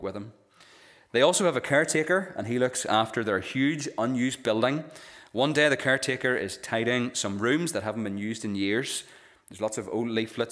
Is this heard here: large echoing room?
yes